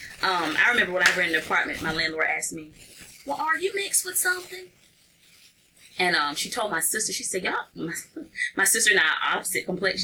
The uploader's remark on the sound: We apologize for the static!